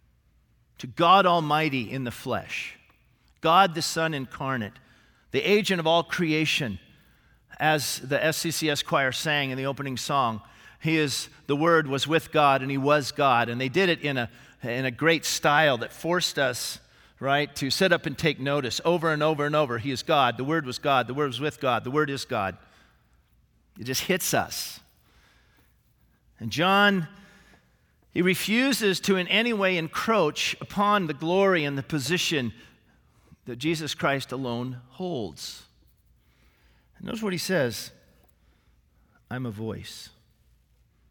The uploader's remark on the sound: This sermon was originally preached on April 22, 2018, at Grace Baptist Church in Santa Clarita, CA